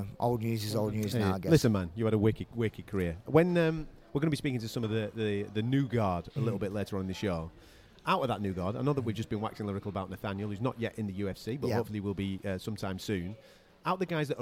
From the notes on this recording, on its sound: This weeks UFC show is slightly different as the majority of it was recorded backstage at the UFC London event.